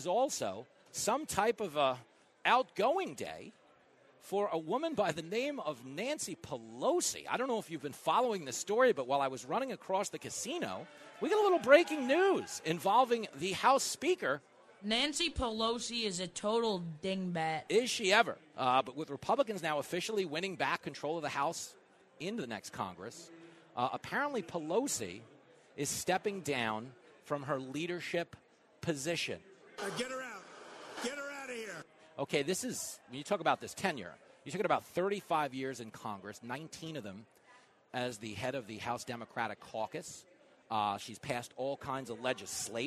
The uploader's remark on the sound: Plenty of radio madness live from the Hard Rock in Hollywood. Mingling around the Hard Rock. Broadcasting live from the Patriot Awards in Hollywood, FL.